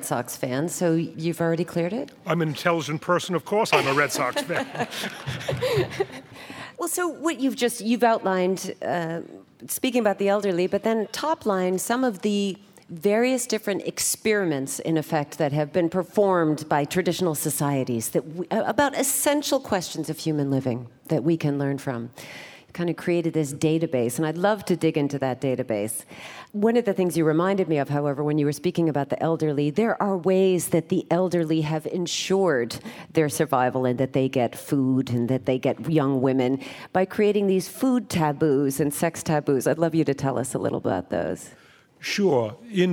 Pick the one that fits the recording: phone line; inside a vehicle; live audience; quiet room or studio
live audience